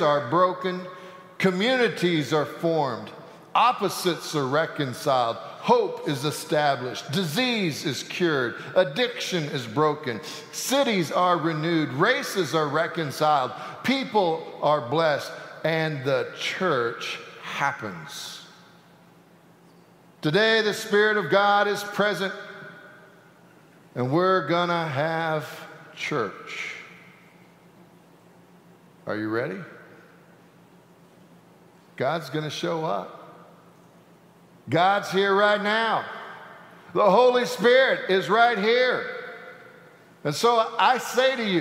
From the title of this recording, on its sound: Sanctuary Service